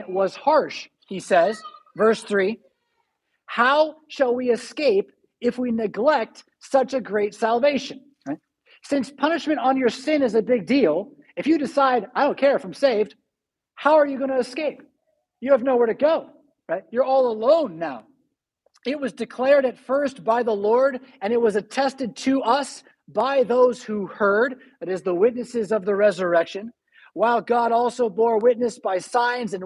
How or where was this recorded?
large echoing room